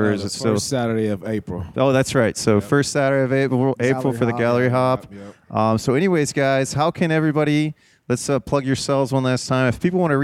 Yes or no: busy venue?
yes